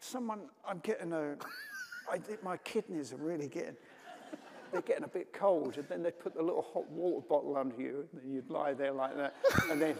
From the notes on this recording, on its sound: Taped at the 92nd Street Y.